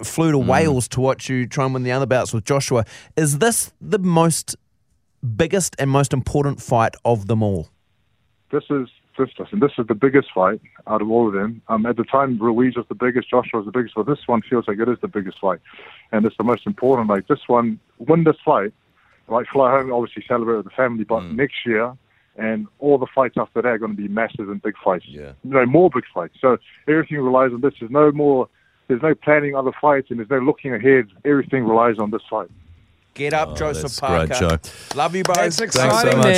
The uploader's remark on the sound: Today we are joined on the phone.